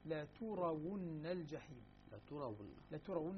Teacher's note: يقرأها بالضم، بضم التاء ابن عامر والكسائي